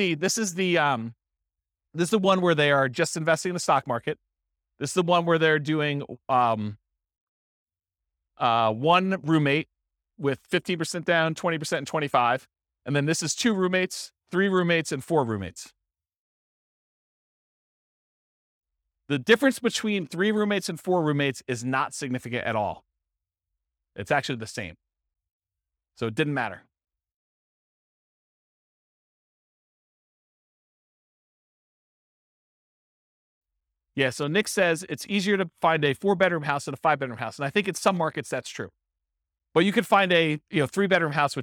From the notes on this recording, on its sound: This was a live class recorded